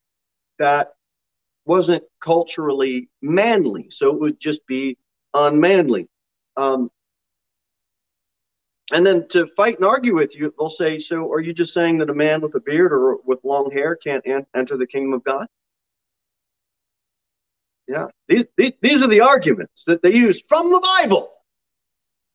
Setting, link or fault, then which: setting, large echoing room